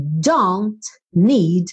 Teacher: O T, ela não falou. E aí, como eu já tinha don't terminando em N e need começando em N, ficou tudo um N só